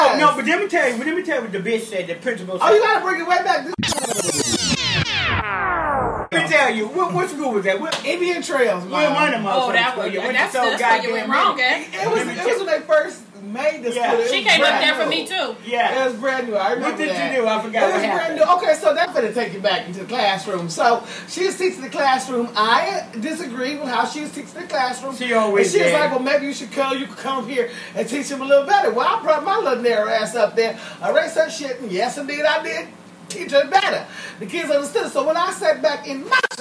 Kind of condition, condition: fault, background noise